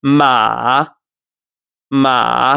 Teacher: So your voice drops and comes back up. · Term: third tone